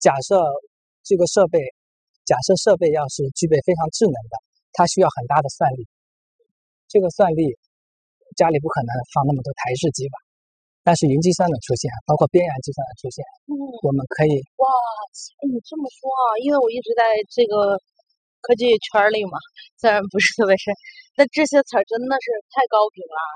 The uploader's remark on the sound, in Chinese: 边走边聊